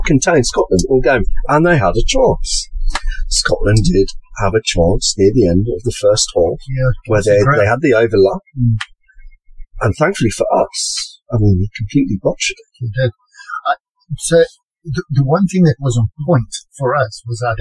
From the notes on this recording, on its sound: DISCLAIMER ALERT : POOR AUDIO QUALITY